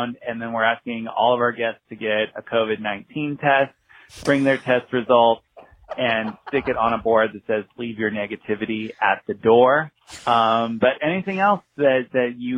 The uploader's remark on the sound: get a live update from one special caller